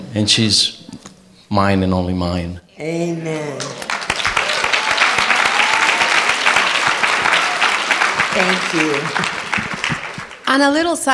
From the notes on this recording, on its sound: you will hear the Q&A session held at a Rejoice on the Road event